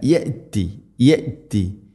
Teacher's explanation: ഹംസയുടെ ഉച്ചാരണം വളരെ നേരിയ തോതിൽ, കൽക്കല ചെയ്യരുത്, എന്നാൽ തീരെ കേൾക്കാതിരിക്കുകയും ചെയ്യരുത്